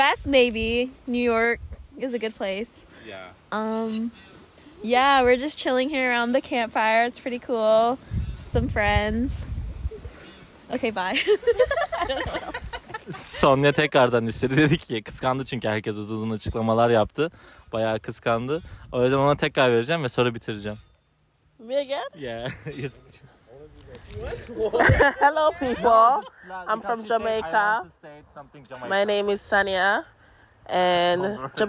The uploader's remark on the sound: We recorded this podcast while enjoying around the fire with my friends in the state of Wisconsin in the USA. It is a very short but concise recording.